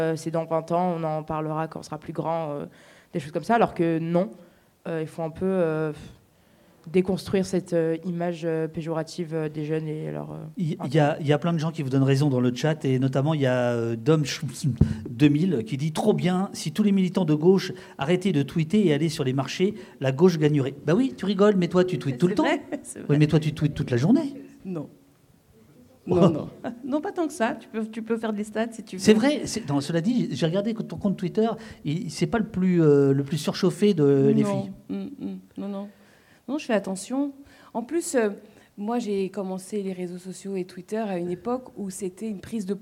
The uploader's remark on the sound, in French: AuPoste en public